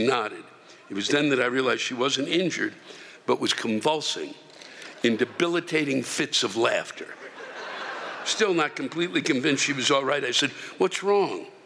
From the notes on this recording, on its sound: While stuck in traffic somewhere on I-80 west of the Donner Pass. The live rants come from the shows in Reno, NV, Monterey, CA, and Turlock, CA.